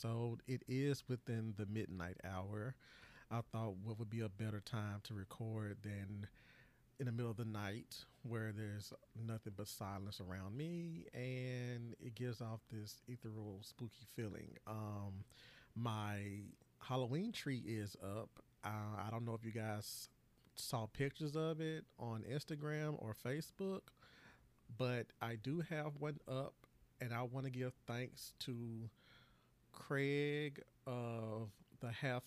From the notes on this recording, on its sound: Audio gets louder at beginning of episode